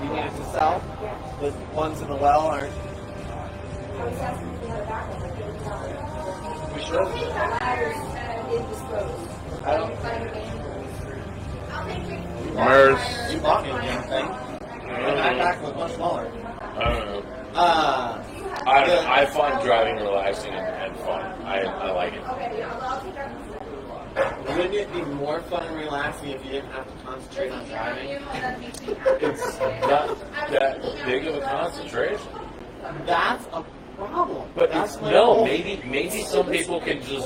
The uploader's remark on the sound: the sound quality is meh